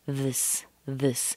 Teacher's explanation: We replace that I, that short I, with a schwa.